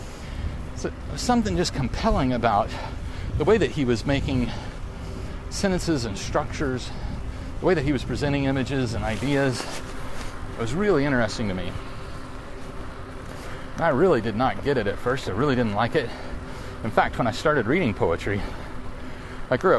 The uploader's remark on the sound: riding a bicycle in the rain